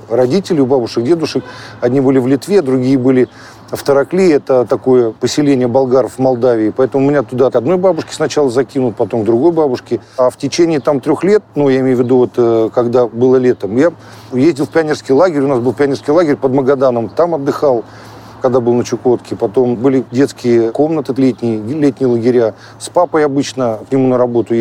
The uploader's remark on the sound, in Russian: Интервью с ним мы записывали в парке, в перерыве между съемками нового фильма, которые шли у него с самого утра. Поэтому звуки все настоящие - пение птиц, голоса прохожих, шум машин и летнего дождя, который начался в середине разговора и закончился в конце.